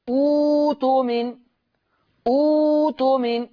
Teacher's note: شوفوا، مش أنا قايل إن همزة القطع الساكنة هبدلها من حركة همزة الوصل؟ قال لك يبقى لما ابتدي بهمزة الوصل مضمومة، همزة القطع الساكنة اللي بعدها هبدلها واو